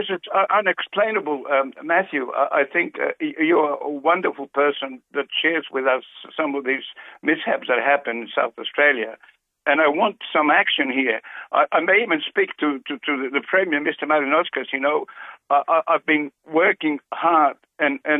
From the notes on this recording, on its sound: First phone call at 5.